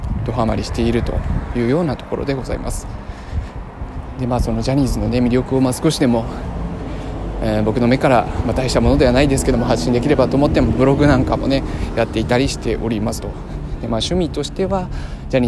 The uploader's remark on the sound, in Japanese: 歩きながら収録したので、雑音が多くてすみません